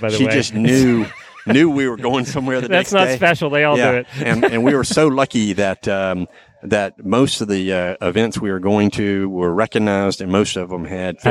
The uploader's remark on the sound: We hear from several listeners from the last meetup on the Road Show in Lorton, VA.